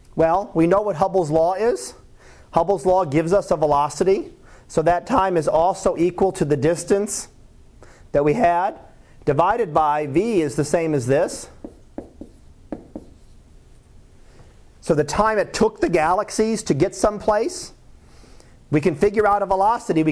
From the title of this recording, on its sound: Live Class Lecture